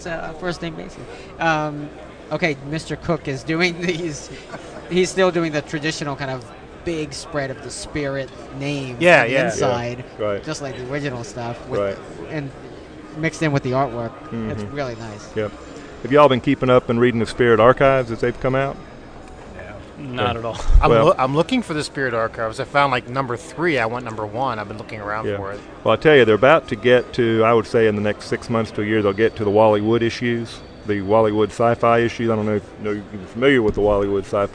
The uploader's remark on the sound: We are “live” from Heroes Con 2007!